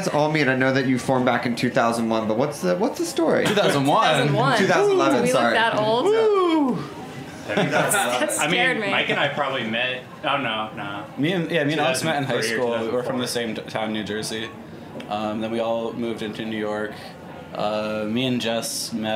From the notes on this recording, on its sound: Snacky Tunes Live recorded at House of Vans Philadelphia. Snacky Tunes Live recorded at House of Vans Philadelphia.